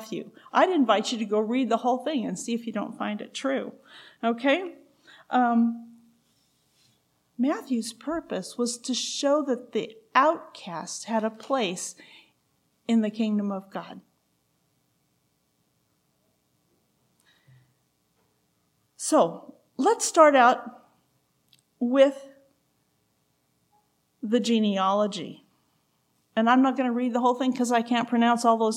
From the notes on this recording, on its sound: Recorded June 17, 2023, at Ringgold Seventh-day Adventist Church.